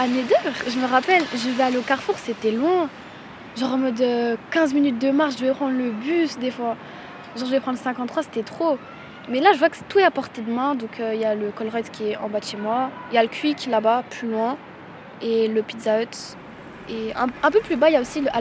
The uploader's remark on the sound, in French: Le Festival Des Blocs à la Cité Modèle n'a pas pu avoir lieu. On était quand même là, samedi 3 octobre, avec notre petit studio volant devant la Maison de la Création. Pour une émission avec les habitant·es et l'orga du festival !